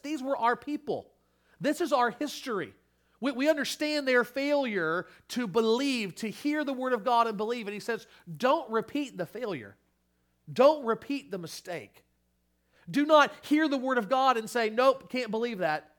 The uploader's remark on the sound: Sermon Audio from Crossway Christian Church